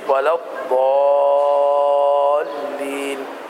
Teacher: ويمد بمقدار 6 حركات وجوبا · Term: مد لازم